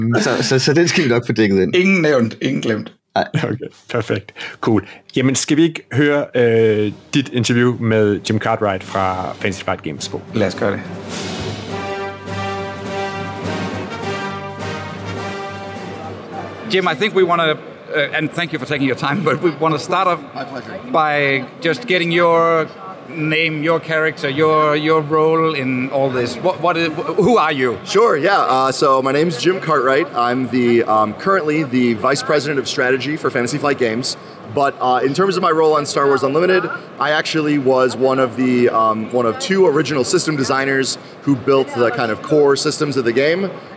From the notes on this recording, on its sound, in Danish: Interviewet er optaget på Spiel 2023